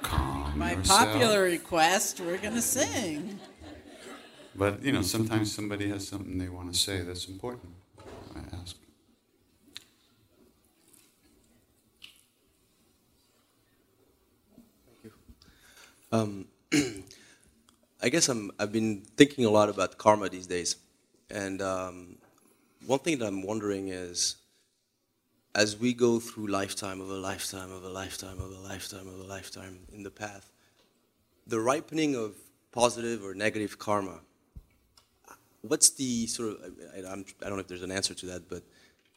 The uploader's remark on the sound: Live on stage to share an evening of music, chanting and wisdom.